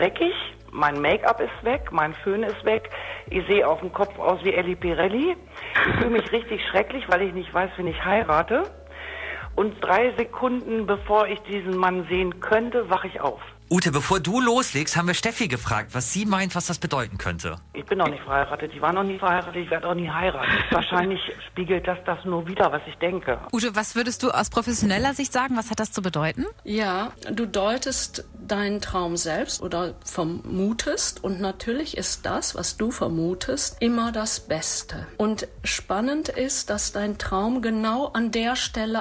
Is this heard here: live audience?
no